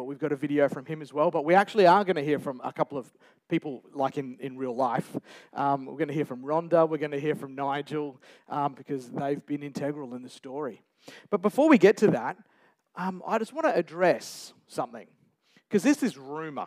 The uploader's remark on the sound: A special celebration service celebrating 60 years at Geraldton baptist church. Recorded Live on 2nd April 2023.